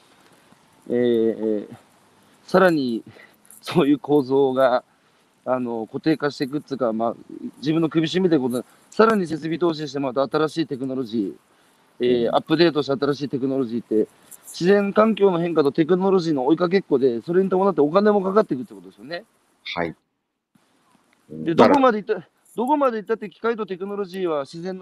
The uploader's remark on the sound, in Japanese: 歩きながら1時間、対談する